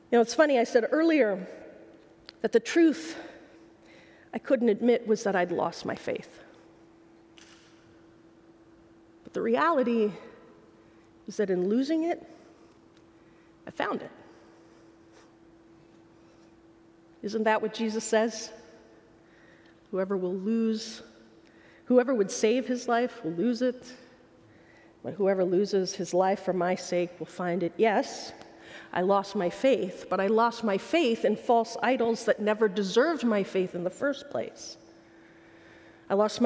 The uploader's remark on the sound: A talk from the Mockingbird Conference in Minneapolis MN.